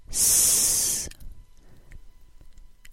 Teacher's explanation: The tooth ridge is that bony area behind your top front teeth. The S sound is created with the tongue farther forward, and the tip of the tongue is closer to the top front teeth. A narrow stream of air passes over the tip of the tongue through a front-to-back groove along the front of the tongue.